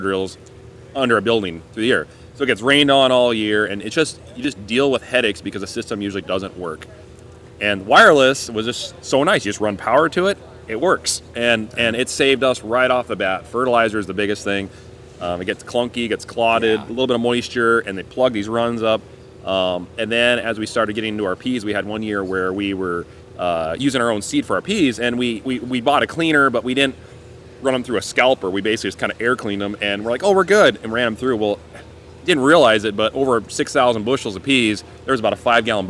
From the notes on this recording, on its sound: The show is still coming live from the Trade Show floor at Commodity Classic '22.